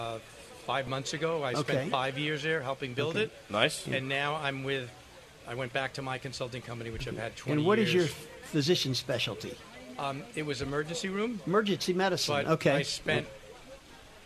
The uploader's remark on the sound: Special edition live from the Florida Association of Accountable Care event.